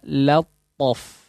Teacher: Ini jangan sampai pengucapan lamnya menjadi tebal.